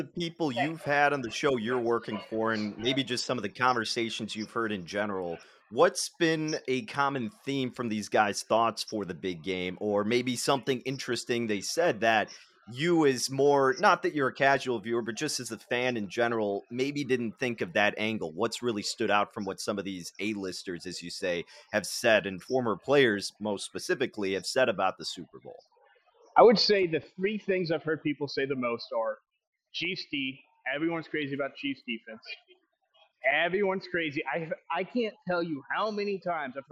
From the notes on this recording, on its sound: live from Radio Row in Las Vegas